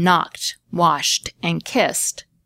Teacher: Another sound change that's happened with English suffixes is that the ed suffix is now usually pronounced as just a t